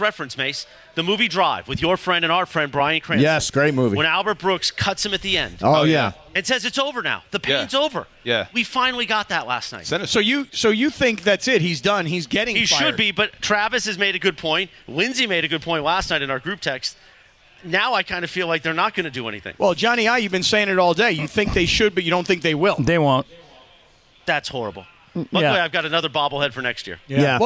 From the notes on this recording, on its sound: We are live from The 909 Sports Bar at Yaamava Resort & Casino